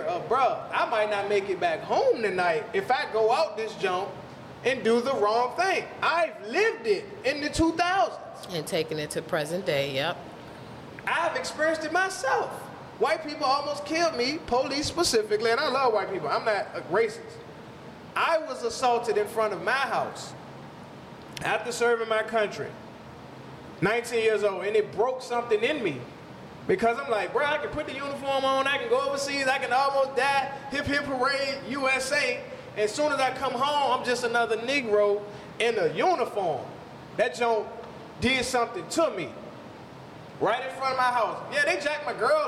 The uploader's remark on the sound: Before a LIVE audience. Actual LIVE audience participation.